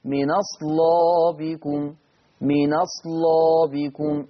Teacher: هنقل فتحة الهمزة ووديها على النون